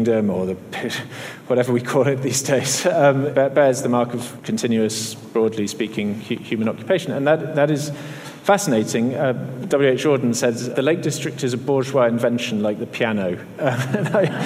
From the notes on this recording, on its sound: Spoke at a special event at the Royal Ontario Museum. Where he accepted the inaugural Weston International Award, presented by the Writers' Trust of Canada.